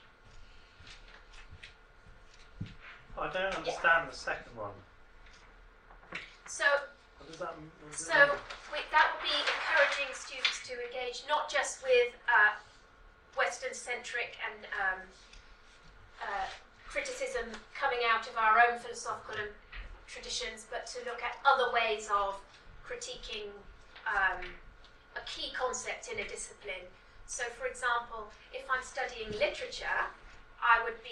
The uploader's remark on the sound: speaks at the SRHE Student Experience Network event